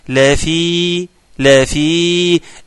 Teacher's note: أثبت الياء بتاعة حرف الجر فيه، حرف مد يمد بمقدار حركتين